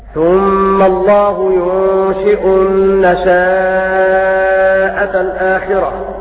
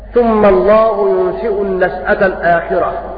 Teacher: بالمد بمقدار 4 حركات، لأنه يصير عندئذ مدا متصلا · Shown in: first take